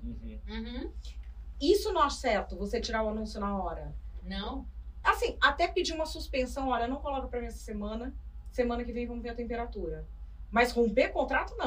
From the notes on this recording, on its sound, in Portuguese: Tivemos um pequeno problema na captação do áudio desse episódio.